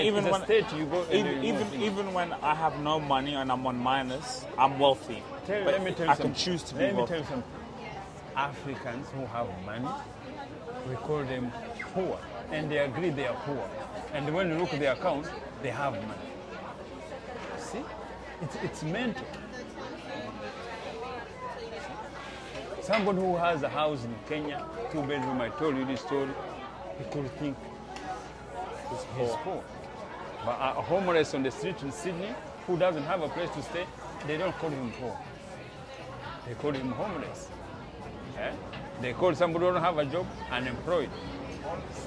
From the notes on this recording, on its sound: In this unique episode recorded during a powerful Sunday walk, they discuss breaking free from colonial names and reclaiming the power within. Even with the natural background noise.